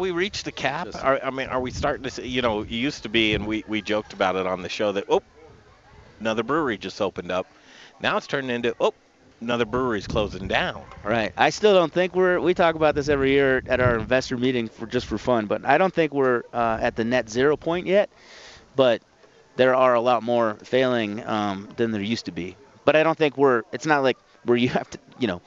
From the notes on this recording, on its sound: We're live from Rocker Spirits in Littleton Colorado!